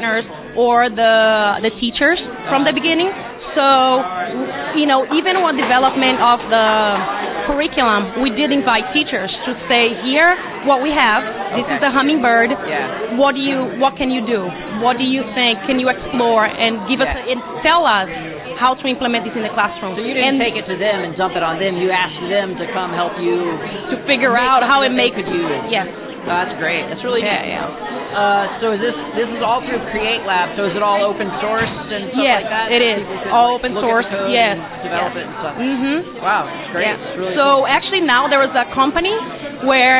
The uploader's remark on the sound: Big crowds at this Carnegie Melon event, so the sound quality is not great.